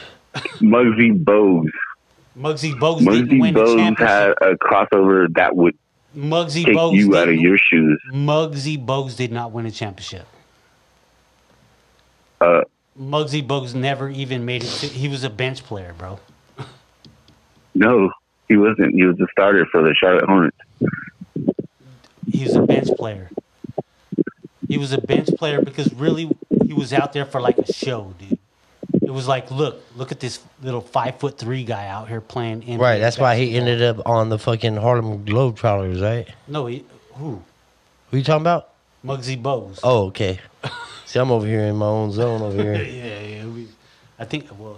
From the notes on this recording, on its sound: phone call 2 Phoenix Arizona